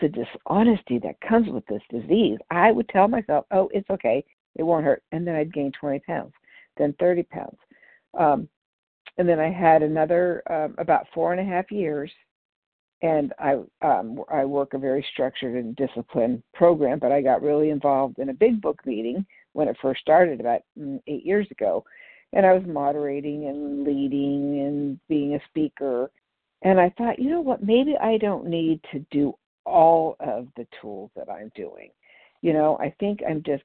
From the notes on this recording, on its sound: 100 Pounders Phone Meeting on 12/3/20